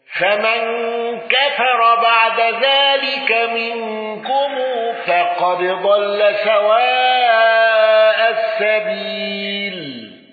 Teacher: حمزة بالسكت على المد المتصل. فمن كفر بعد ذلك منكم فقد ضل سواء السبيل.